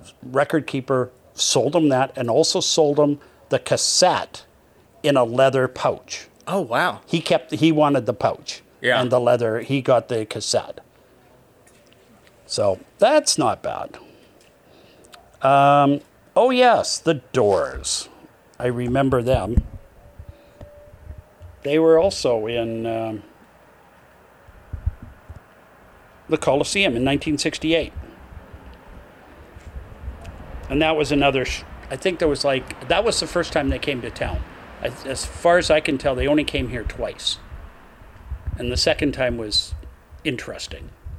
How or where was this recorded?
outdoors